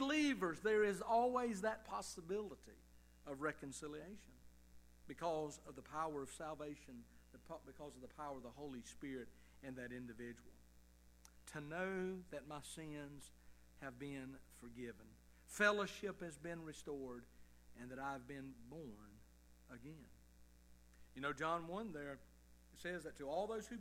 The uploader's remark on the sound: Evening service sermon of Liberty Baptist Church in Tifton, GA.